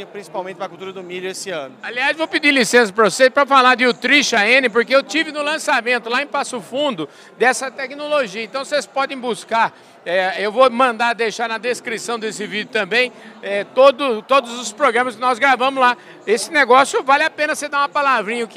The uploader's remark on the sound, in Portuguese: Em prosa gravada no Primeiro Fórum Nacional de BioInsumos no Agro, realizado na FIESP, em parceria com Abisolo, CropLife e Sindiveg.